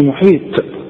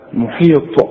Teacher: الطاء طلعها طاء ما تطلعهاش تاء · Shown in: second take